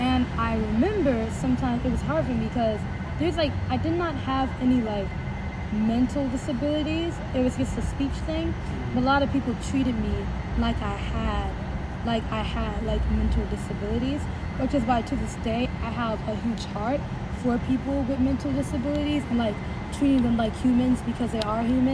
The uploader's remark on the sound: Outside of the Amazon Spheres in Seattle! There might be some outside background noise.